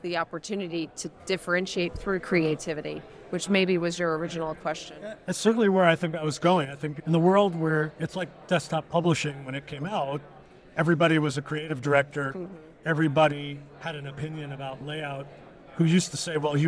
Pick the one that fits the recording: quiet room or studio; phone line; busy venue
busy venue